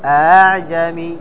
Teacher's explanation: تنطق الثانية ما بين أن تكون همزة وما بين أن تكون ألف · Term: وجه التسهيل